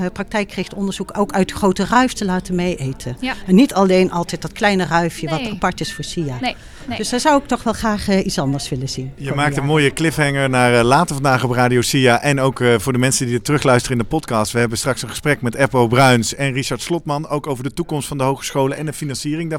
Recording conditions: busy venue